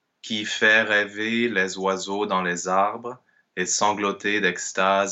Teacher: there are so many open es and they're interspersed with the word les all over the place